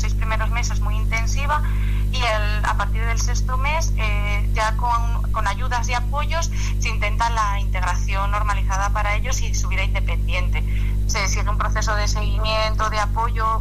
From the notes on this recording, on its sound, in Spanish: la entrada por teléfono